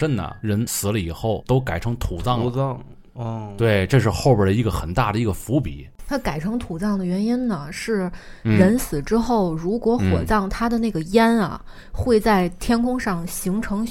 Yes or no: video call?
no